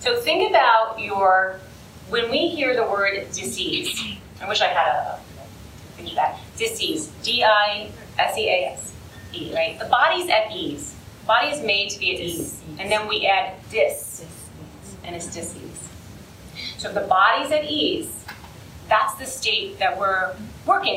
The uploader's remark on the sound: Todays episode is from a recent live event. There were 150 women who attended. Due to the nature of the live event, the recording may not be as clean as usual.